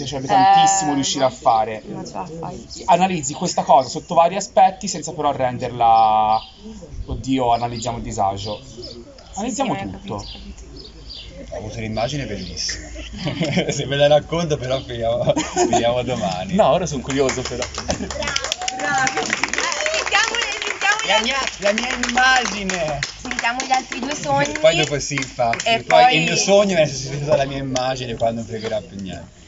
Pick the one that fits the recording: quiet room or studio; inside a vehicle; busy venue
busy venue